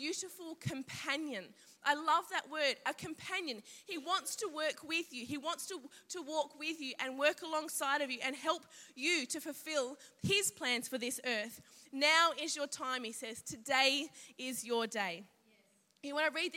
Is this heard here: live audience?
yes